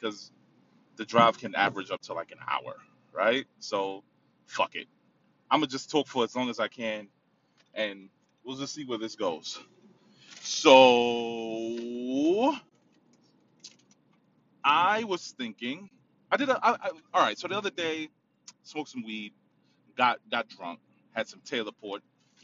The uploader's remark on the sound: In the car. Driving.